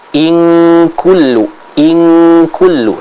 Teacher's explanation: cara membacanya adalah dengan kita mendengungkan secara sempurna atau dengan cara membacanya eng, ya. · Term: ikhfa